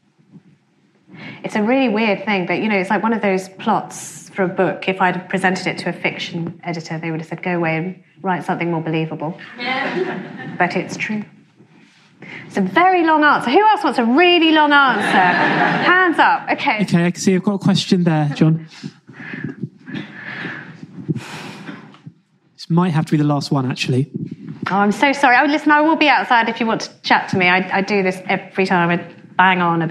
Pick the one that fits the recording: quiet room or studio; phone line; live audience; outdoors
live audience